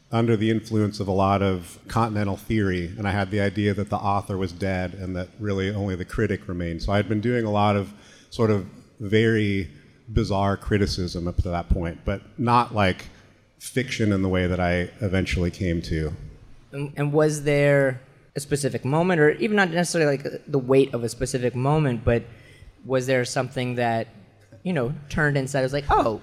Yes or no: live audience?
yes